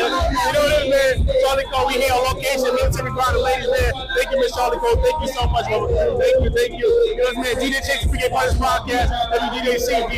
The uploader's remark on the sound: Live at the Military Grind Ten Tape Concert.